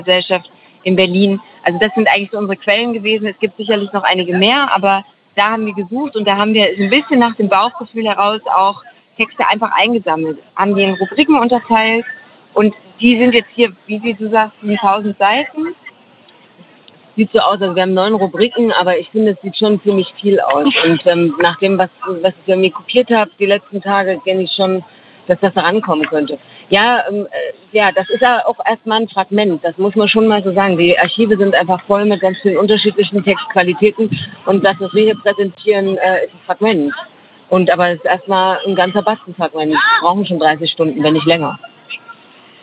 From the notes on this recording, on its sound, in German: Live Reportage vom Markt. In dieser Live-Reportage vom Leipziger Markt. Dieser Beitrag entstand live im Rahmen des Radiofestivals zum Leipziger Frauen*Festivals 2021. Bei Radio blau.